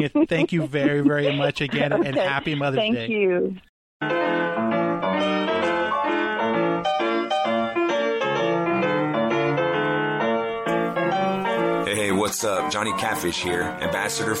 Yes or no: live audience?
no